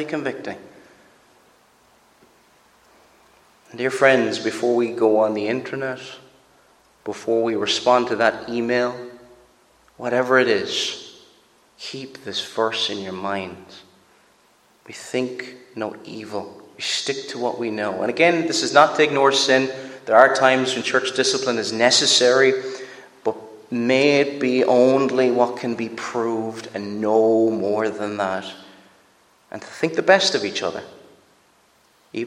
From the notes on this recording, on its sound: Preached at Loughbrickland Reformed Presbyterian Church